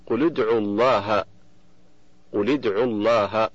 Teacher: فاللام من قل ساكنة التقت بالدال من ادعو وهي ساكنة أيضا، فحركت اللام بالكسر للتخلص من التقاء الساكنين